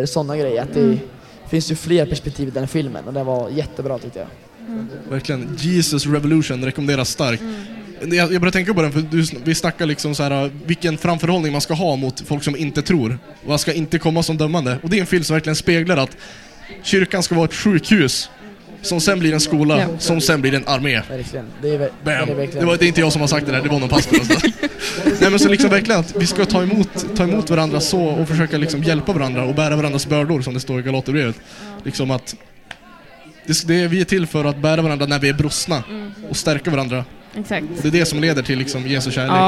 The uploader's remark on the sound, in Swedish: Dagens poddavsnitt är hämtat live från Ny Generations turnerande event Äkta. Livepoddsoffa.